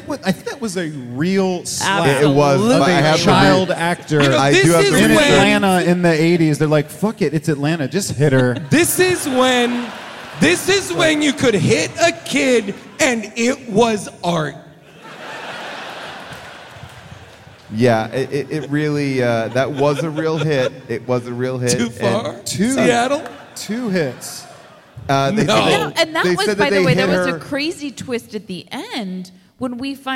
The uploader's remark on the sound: Recorded live from Seattle